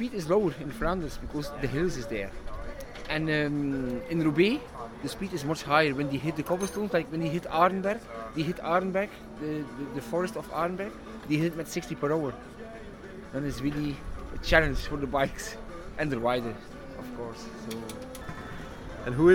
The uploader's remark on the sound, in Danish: Hør blandt andet stemningsmættet lyd fra Oude Kwaremont